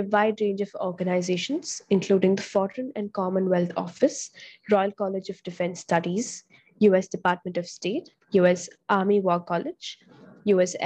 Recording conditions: video call